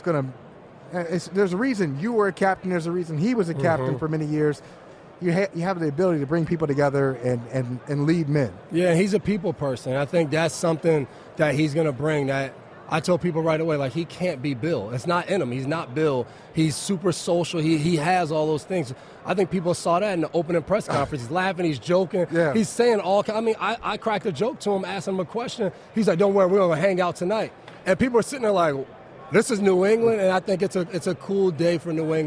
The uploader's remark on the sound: live on Radio Row for the Super Bowl